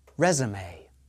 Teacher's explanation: The final E is an A sound. The stress is on the first syllable.